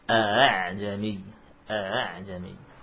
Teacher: Kecuali dalam kalimat a'jami, hamzah yang kedua dibaca dengan hamzah musahalah. Hamzah musahalah ditashil, ya.